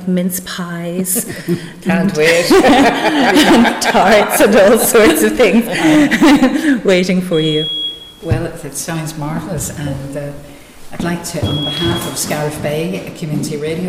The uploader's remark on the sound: At the Berry tree Cafe Mountshannon. Broadcast live from the Derg.